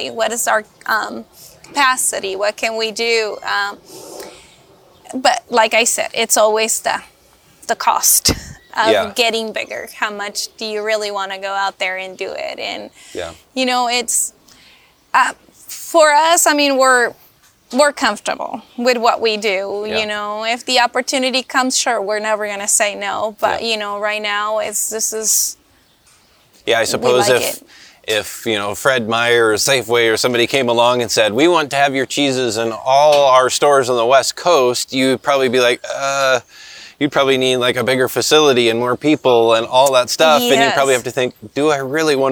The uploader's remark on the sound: We visit the farm and learn how she raises cows, producing milk to make artisanal cheeses at Golden Glen Creamery, just a stone's throw from shores of Puget Sound.